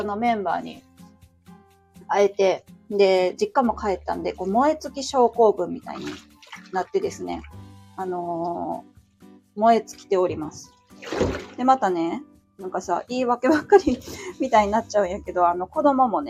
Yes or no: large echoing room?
no